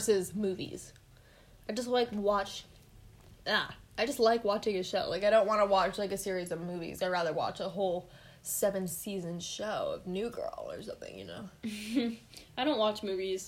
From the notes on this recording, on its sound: Headphone warning